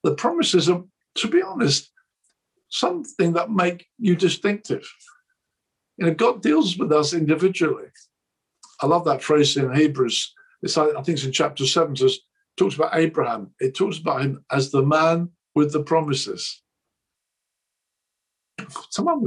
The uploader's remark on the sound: This message was recorded at a ChristCentral Leadership Online event in March 2021.